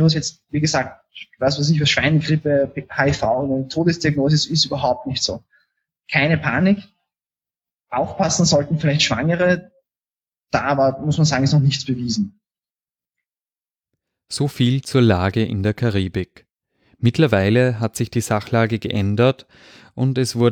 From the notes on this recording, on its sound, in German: Auf der französischen Insel «Martinique» in der Karibik. Via Live-Schaltung.